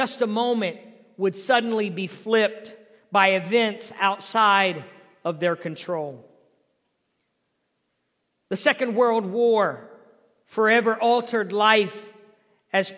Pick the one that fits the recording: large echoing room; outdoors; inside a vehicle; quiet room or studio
large echoing room